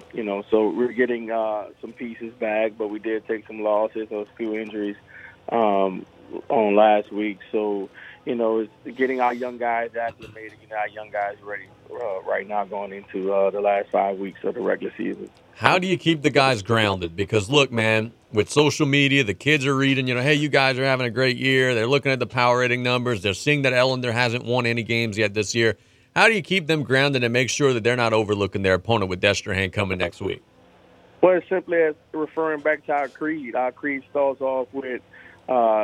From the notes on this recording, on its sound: In the second we go to the phone lines. The third segment includes a phone interview. In the 4th segment we go back to the phone lines.